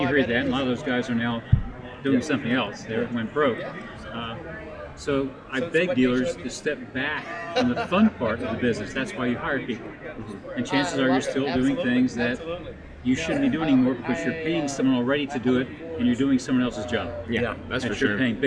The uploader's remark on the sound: Live from NIADA 2021